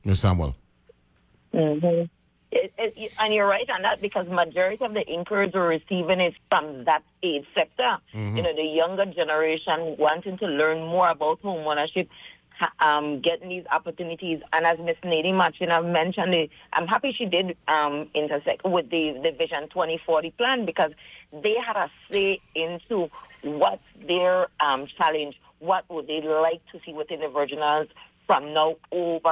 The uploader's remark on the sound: is joined on the phone